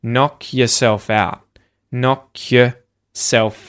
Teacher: So you'll almost not even hear your. You'll just hear this k because of the k before your in the word knock.